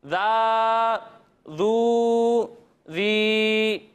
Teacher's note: الف مدہ واؤ مدہ اور یا مدہ حروف مدہ کو ایک الف کے برابر کھینچ کر پڑھیں گے